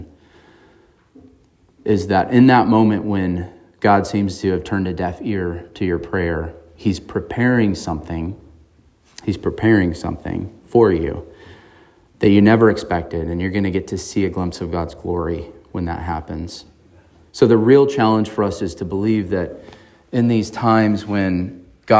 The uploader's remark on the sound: On March 26, 2023 at Emmanuel Baptist Church in Fallbrook, California.